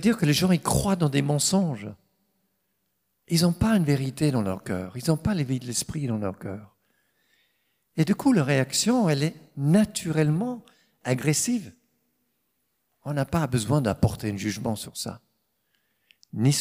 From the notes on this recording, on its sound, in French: Enregistré à l'église CVV, le 31/07/2022